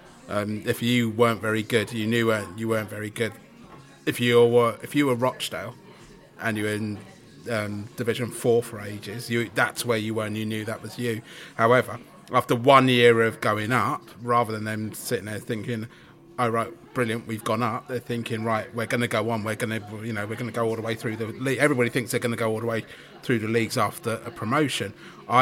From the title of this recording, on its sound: Hull City pre-match podcast from the pub